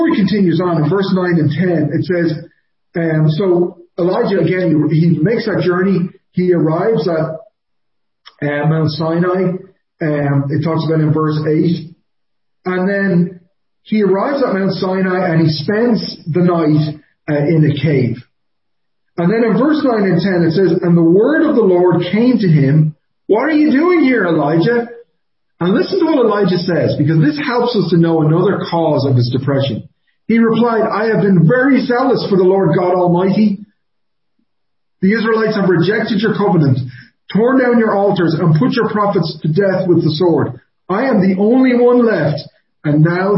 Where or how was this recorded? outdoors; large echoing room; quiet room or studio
large echoing room